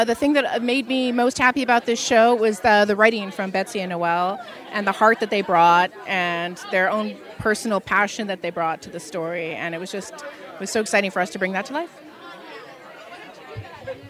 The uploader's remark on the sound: Live from The Canadian Screen Actors Awards Red Carpet